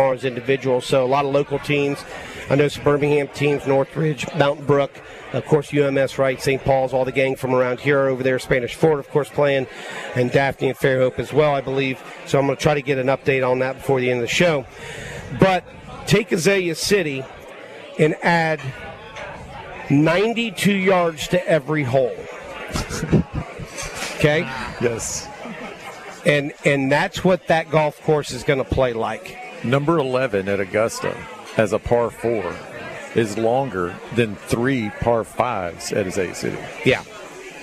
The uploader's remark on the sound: LIVE Ftom Felix's Fish Camp!